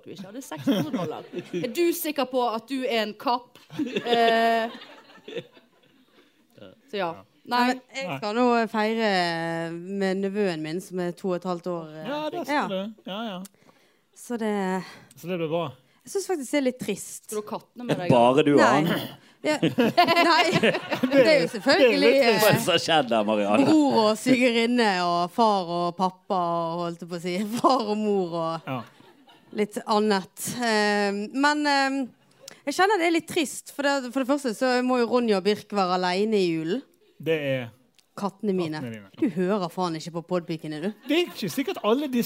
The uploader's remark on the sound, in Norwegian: LIVE på Lille Ole Bull. Rett før jul hadde pikene liveshow.